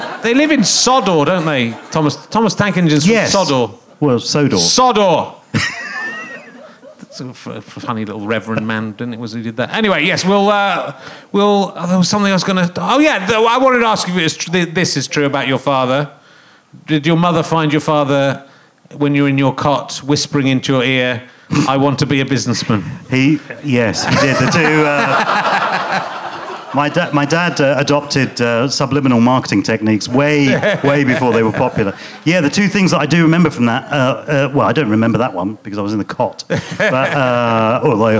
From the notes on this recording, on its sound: Leicester Square Theatre Podcast. Chats with the audience.